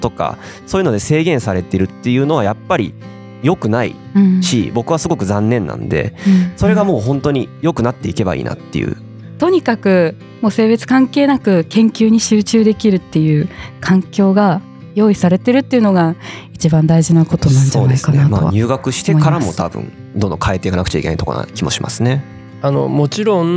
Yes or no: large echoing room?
no